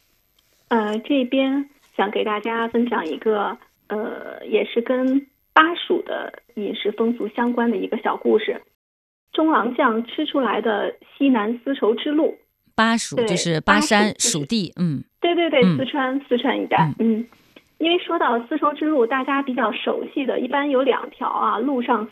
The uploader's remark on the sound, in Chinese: 今日《轻阅读》电话采访本书责编